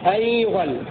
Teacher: قوله وضم فيه يغلى أو يغلى وفتح الضم إنشاء كفلة أي قرأ نافع وحمزة والكسائي وابن عامر بضم الياء وفتح الغين